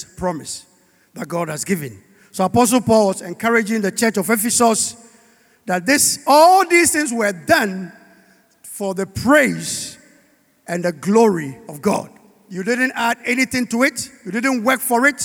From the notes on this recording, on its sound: Sermon preached at CBC Shiashie Campus